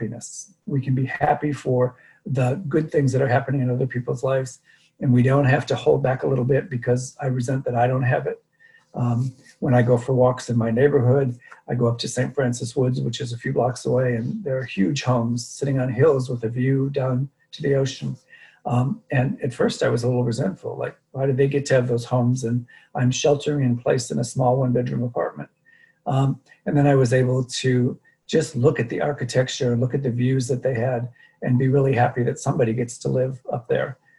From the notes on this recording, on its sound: Dharma talk via Zoom.